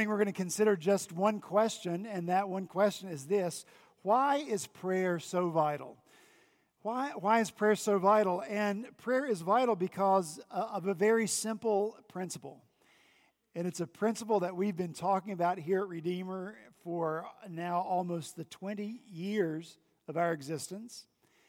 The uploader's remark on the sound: This past Sunday, January 20 at Redeemer Presbyterian Church in Charleston, SC. At Redeemer Presbyterian Church in Charleston, SC, our senior pastor continued in Matthew 6.